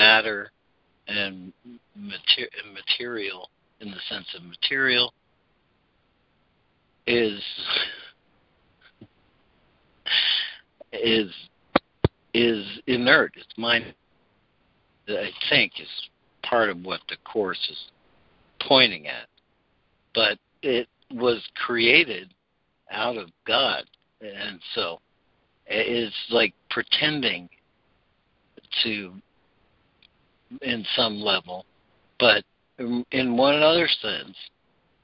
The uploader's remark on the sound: ACIM Daily Conference Call.